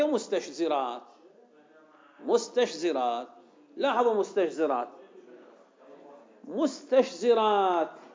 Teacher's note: جيد، التاء اللي قبلها مستشزرات، التاء مهموسة شديدة، لاحظوا، فهنا الشين غايرت التاء بماذا؟ بالشدة والرخاوة، هي رخوة والتاء شديدة · Term: مهموسة رخوة